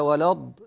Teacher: لاحظ أن الضاد مفخمة، الضاد حرف مفخم مستعلي